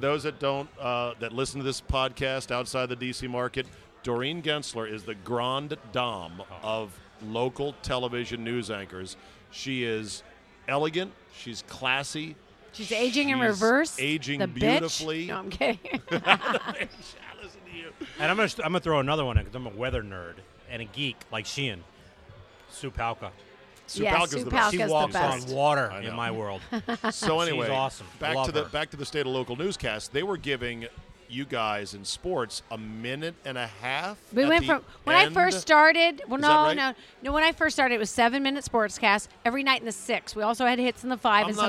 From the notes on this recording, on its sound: Recorded at DC Prime Steakhouse in Ashburn, VA.